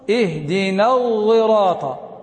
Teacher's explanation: وإنما هو إشمام لا هو زاي ولا هو صاد